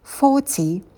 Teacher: На звуке ф сидим подольше. Долгий звук у. Дотяните его.